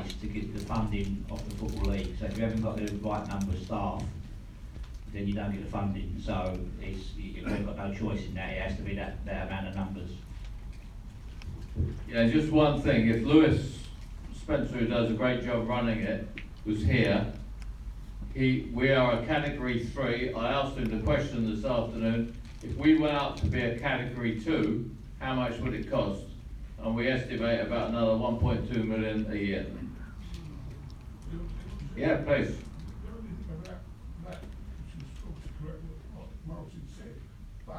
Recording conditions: live audience